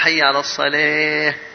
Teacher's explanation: بعض الناس يريد أن يأتي بترقيق فيأتي بالإمالة